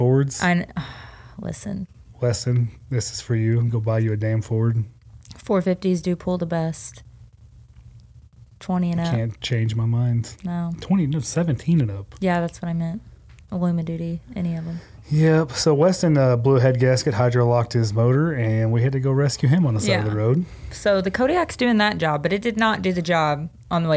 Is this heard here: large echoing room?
no